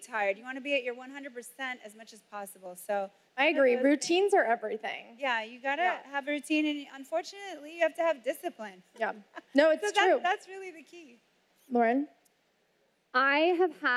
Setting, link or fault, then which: setting, busy venue